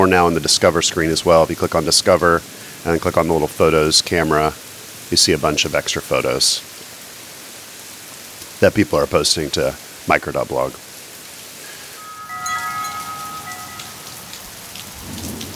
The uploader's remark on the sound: I record a microcast in the rain